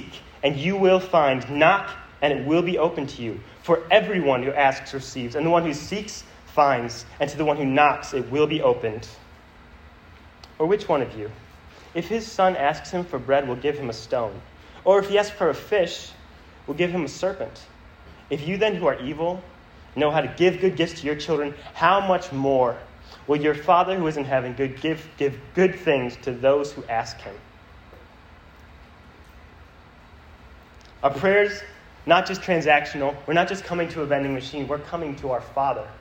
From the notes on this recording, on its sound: This sermon was preached to a Junior + Senior High audience